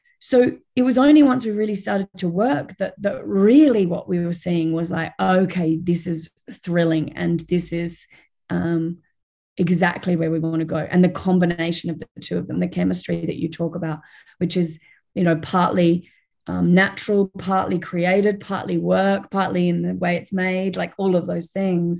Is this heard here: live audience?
no